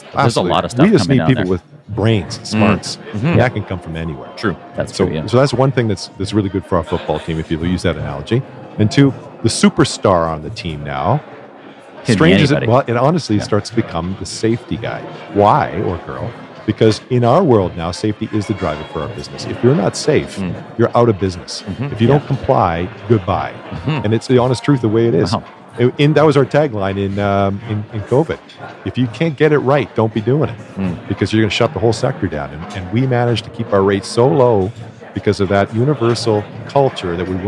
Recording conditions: busy venue